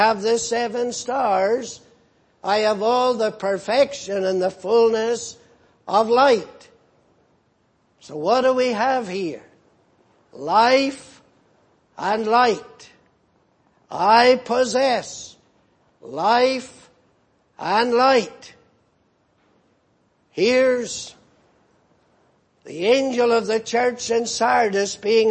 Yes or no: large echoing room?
yes